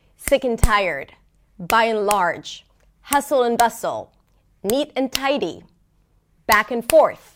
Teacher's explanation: Now, in terms of pronunciation, when we pronounce this pair, the interesting thing is that both words, both content words, the first and the second word, are somewhat stressed, while the word in the middle is totally reduced